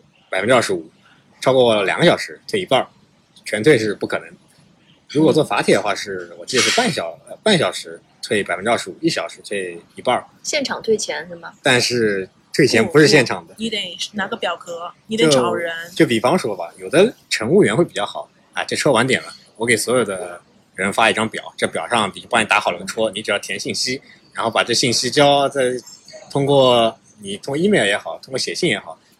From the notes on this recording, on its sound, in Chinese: 本期录制场地所限，背景有些杂音，见谅。